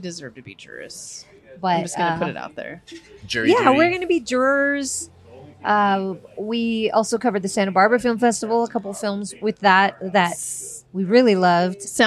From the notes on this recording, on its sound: We're on location at a place that's very near and dear to our hearts, the Reno Public House. We're In Reno! We're on location at a place that's very near and dear to our hearts, the Reno Public House.